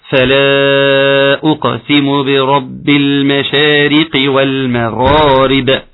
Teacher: فلا هيبقى عندنا ايه مد منفصل مقداره اربع حركات وخمس حركات. اقسم، خد بالك من حاجة قلقل القاف جيدا، اقسم برب المشارق والمغارب.